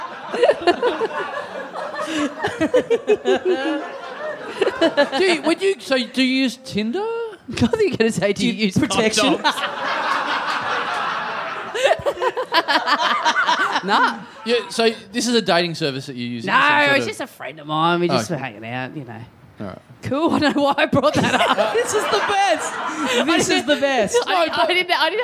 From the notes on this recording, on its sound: Recorded LIVE in Adelaide at the Rhino Room on March 3, 2017.